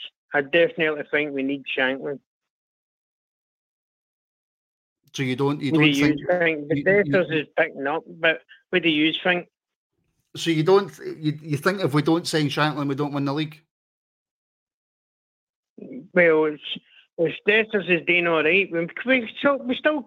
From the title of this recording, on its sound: Rangers Rabble Phone